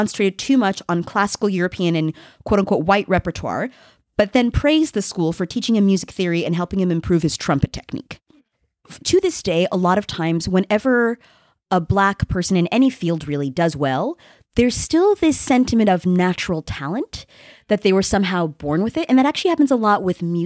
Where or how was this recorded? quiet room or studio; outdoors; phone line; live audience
quiet room or studio